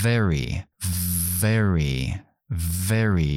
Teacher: La F es la sorda, la V es la sonora. Entonces pongo los dientes en el labio de abajo, activo la voz y pronuncio. Very, very very, mis dientes están en el labio y activo la voz very. · Term: labio dental